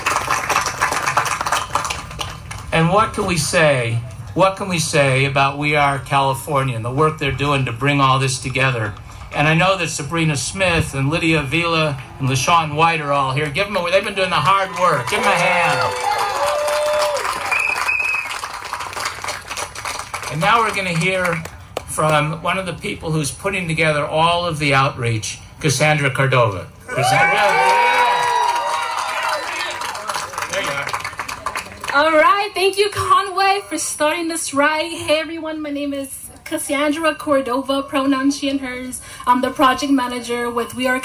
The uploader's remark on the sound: Exclusive coverage from across Los Angeles County in Palmdale. Covering a press conference called by the new Antelope Valley NAACP President.